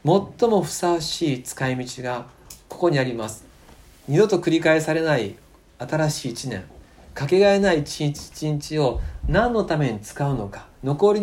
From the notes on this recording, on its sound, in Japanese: 2020年元旦礼拝礼拝メッセージ録音です。